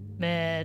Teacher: described as like the E in bed, but long